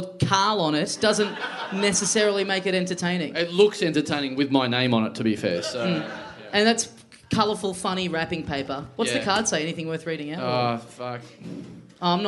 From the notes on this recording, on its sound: We did a huge live podcast a couple of nights before it. Live on stage.